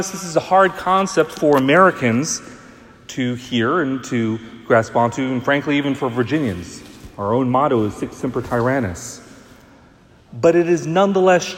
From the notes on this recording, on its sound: Homily preached at the 11am parish liturgy. Leo the Great Catholic Church.